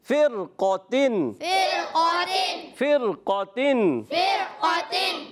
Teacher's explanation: اس میں بھی را کو ہم را ساکن سے پہلے زیر تو ہے مگر اسی کلمے میں حرف مستعلیہ آ رہا ہے، اس وجہ سے را کو پر پڑھیں گے، موٹا پڑھیں گے